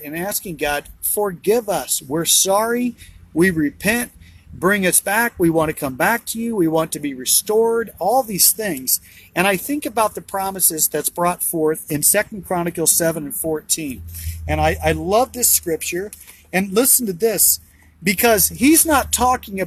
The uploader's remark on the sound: BROWN BAG IN THE VAN!